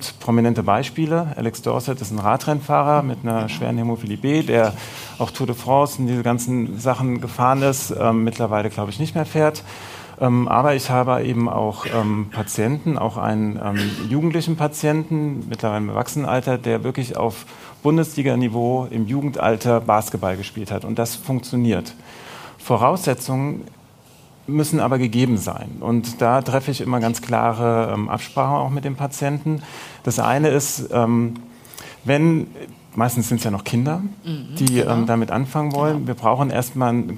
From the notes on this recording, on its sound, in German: Live vor Publikum auf dem Treffen der Interessengemeinschaft Hämophiler e.V. In Frankfurt am Main.